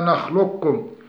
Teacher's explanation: صفة للقاف، أما في الوجه الآخر والذي يكون فيه الإضغام كاملة فإن القاف تذوب لفظا وصفة ولا تنطق إلا كافا مشددة تشديدا كاملة · Term: الإضغام الكامل